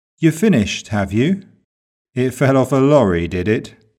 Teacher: Positive statement and positive tag with rising intonation is another possible type of question tag.